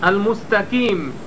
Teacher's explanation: إخراج القاف بينها وبين الكاف كما يفعل كثير من أهل اليمن عند قراءة المستقيم · Term: القاف المترددة بينها وبين الكاف